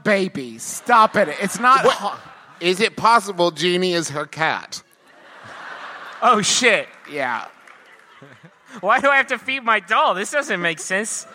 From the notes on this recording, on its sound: Here's our final live show from our Midwest tour from earlier this year, which took place Easter Sunday at the Athenaeum in beautiful Chicago, IL.